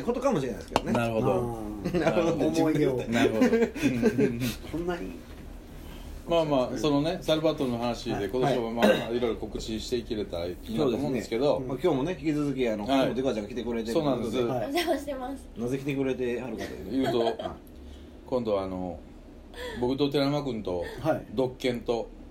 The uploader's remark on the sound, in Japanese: 神戸、SPACE DOG!RECORD(お店)より。